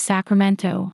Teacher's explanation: I ignore the presence of the letter T entirely, and I let the O linger just a touch longer than most native Spanish speakers would in their pronunciation of Sacramento.